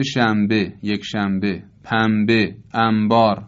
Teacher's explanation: یا در کلمات فارسی خودمون مثل شنبه، یک شنبه، پنبه، انبار و امثال اینها، ببینید نون، نون ساکن به ب میرسه و تبدیل به میم میشه